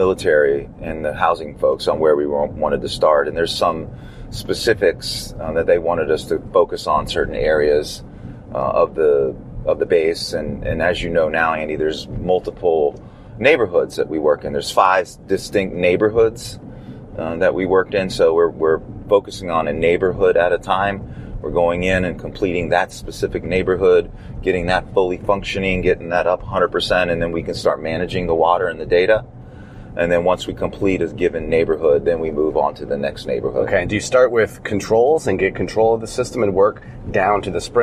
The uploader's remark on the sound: In the car, driving to the Hickam AFB in Honolulu Hawaii. From the island of Oahu, Honolulu.